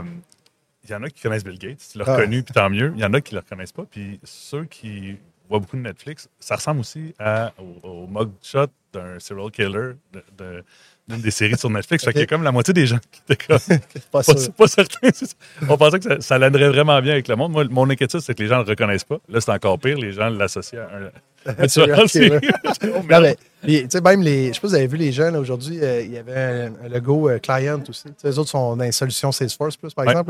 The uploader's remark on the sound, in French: en direct de Stratégies PME